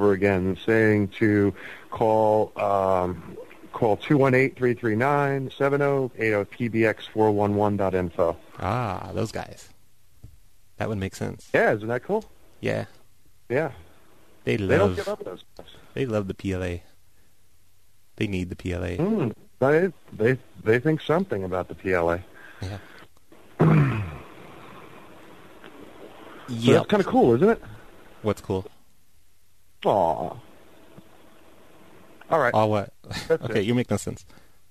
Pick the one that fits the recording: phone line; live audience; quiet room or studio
phone line